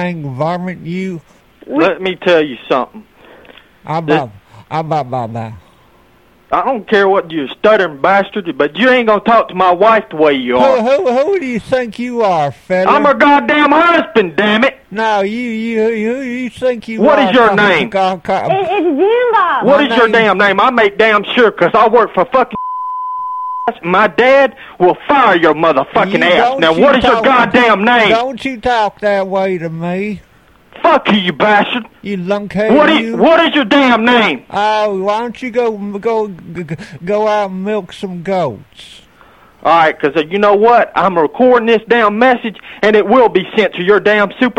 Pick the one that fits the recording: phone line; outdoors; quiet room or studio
phone line